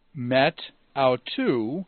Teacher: the alpha drops out because of the alpha initial on the following word, but because there's a smooth breathing, there's no compensation of the tau